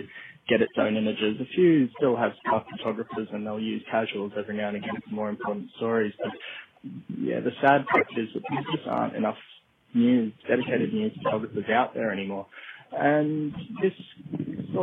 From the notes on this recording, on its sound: Out 'in the field' when this interview was taken, so sincere apologies for the quality of the phone audio.